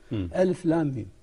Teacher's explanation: الألف حرف حلقي من حروف الحلق، واللام لساني، والميم شفوي